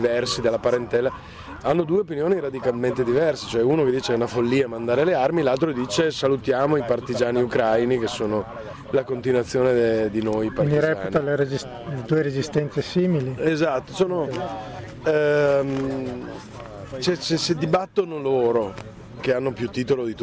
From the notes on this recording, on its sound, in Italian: Un'intervista registrata il 25 aprile Festa della Liberazione, al Parco della cave di Monselice. Nella seconda parte abbiamo ascoltato in diretta telefonica l'attrice.